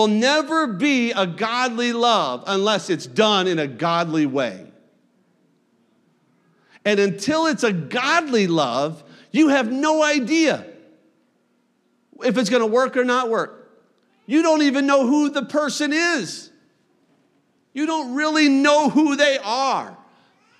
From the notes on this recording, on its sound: You are listening to a service recording from Connect Point UPC!